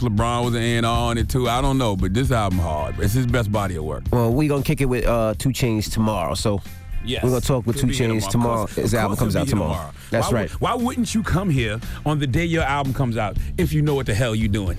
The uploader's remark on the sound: Today on the show we had a surprise get it off your chest call. We opened up the phone lines.